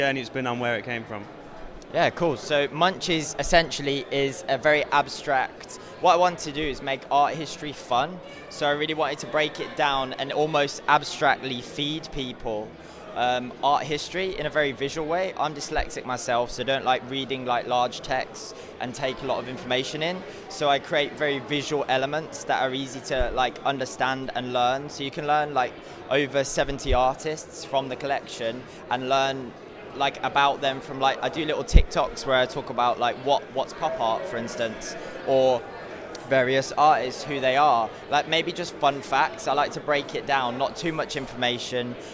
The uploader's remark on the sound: live at NFT London